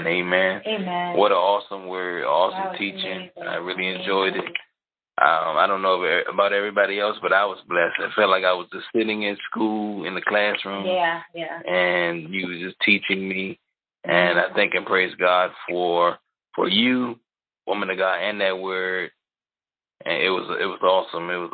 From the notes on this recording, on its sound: HEALING TEACHING CONFERENCE CALL - Audio.